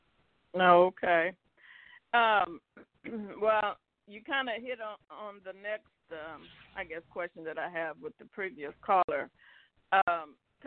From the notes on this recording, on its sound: TNTSuperfantastic Conference Call.